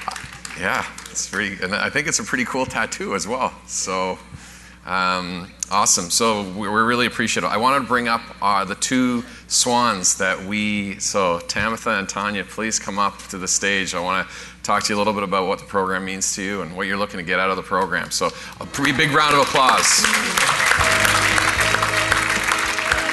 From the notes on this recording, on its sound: Live Broadcast at the The IPBC IGNITE Conference